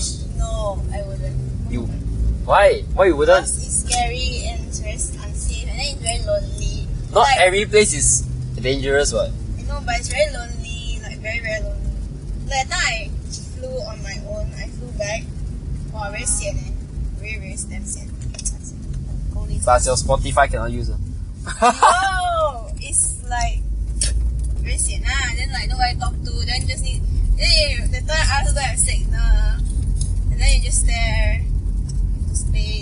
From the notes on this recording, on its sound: we were talking while driving back home